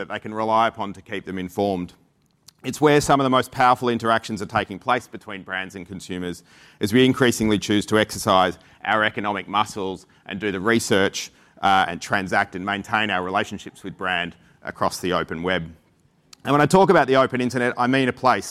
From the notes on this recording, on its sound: recorded at Advertising Week APAC 2022